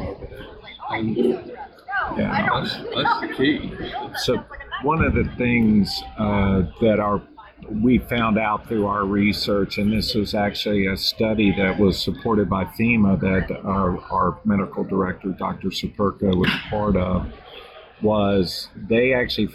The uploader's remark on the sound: This is a special interview with 2 representatives from SelectWell from the recent NCAFC conference in Wilmington NC. The audio is a bit off due to the conference environment.